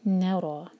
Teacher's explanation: دو syllable والا ورڈ، نا پر زور